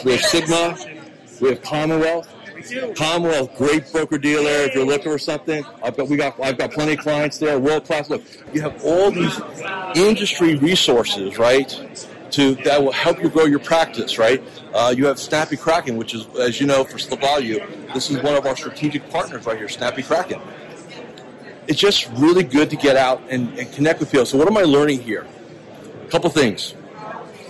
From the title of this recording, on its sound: Live From The Fearless Investing Summit